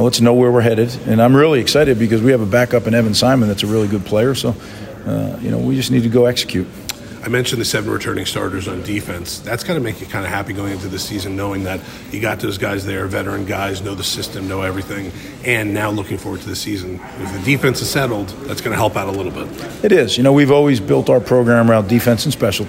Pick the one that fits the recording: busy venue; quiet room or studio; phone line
busy venue